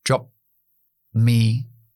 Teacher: Eh, o sea, no lo puedes hacer. Entonces, la primera siempre se glotaliza, es decir, se para con las cuerdas vocales en la posición de lo que viene después.